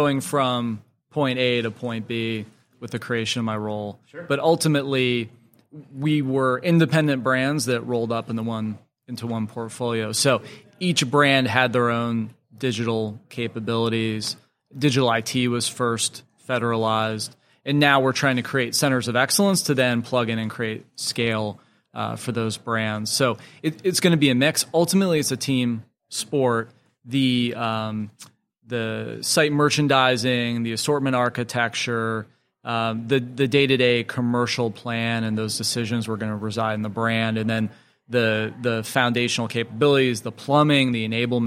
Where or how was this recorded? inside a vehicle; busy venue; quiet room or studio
busy venue